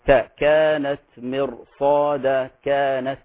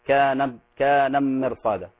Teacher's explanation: أوضح التاء المهموسة لكن لا توصل إلى حد السين · Shown in: first take · تاء كانت مرصادا، كانت، حتى لا يصبح إدغام.